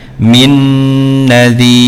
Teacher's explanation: nun sukun bertemu dengan nun, maka juga dibaca ghunnah